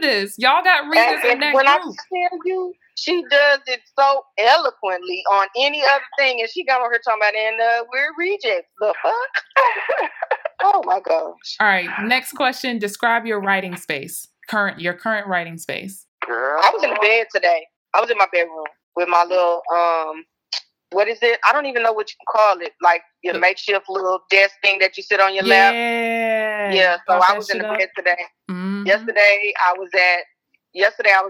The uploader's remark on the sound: 3 Way Writers Call. On the phone interviewing authors.